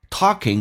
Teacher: for talking to the girl sitting behind him. talking,美语当中这个可要浊化因为两个元音中间所加的一个清辅音浊化叫 talking,英式叫 talking, 美式发音这个 o,打开口腔一点叫啊